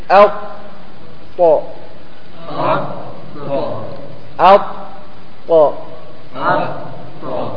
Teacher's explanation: أعلى حروف الإطباق هو الطاء لأن اللسان ترتفع أكثر وتنطبق أكثر